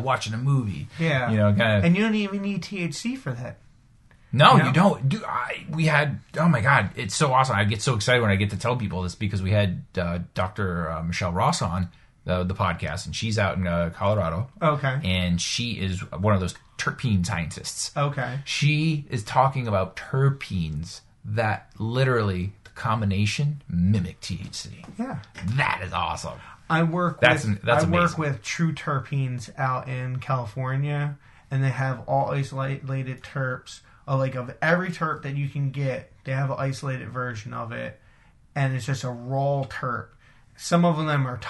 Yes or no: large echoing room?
no